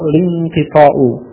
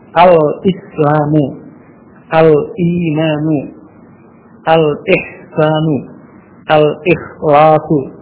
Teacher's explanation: Ada alif lam tetap diucapkan hamzahnya. · Shown in: second take · Term: hamzah qata